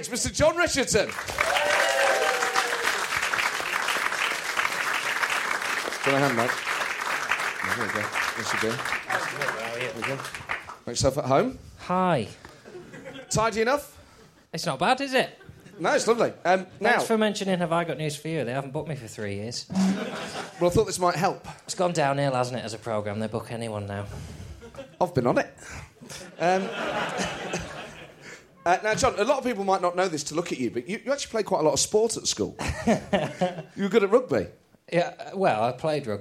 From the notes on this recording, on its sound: This show was recorded at St James Theatre, Studio and originally broadcast on TalkSPORT, the world's biggest sports radio station.